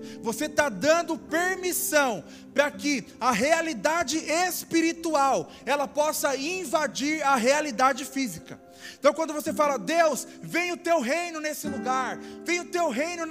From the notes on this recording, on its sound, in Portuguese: Áudio do Culto de Domingo do dia 31/07/2022.